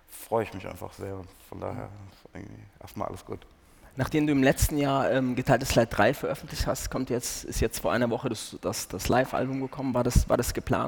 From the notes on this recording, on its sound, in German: Spricht im Apple Store, Kurfürstendamm in Berlin.